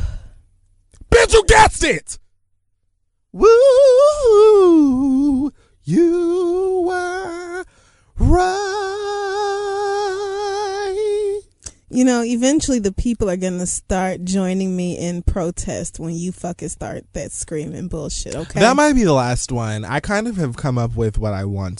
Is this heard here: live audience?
no